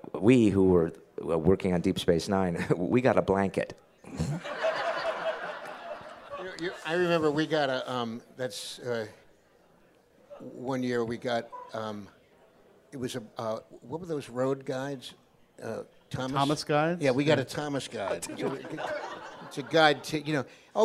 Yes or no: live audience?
yes